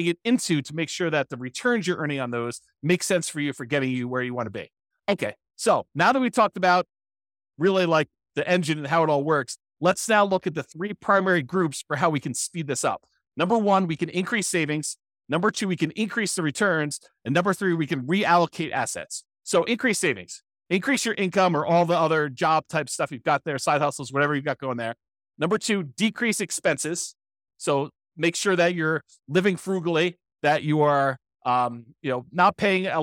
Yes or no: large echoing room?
no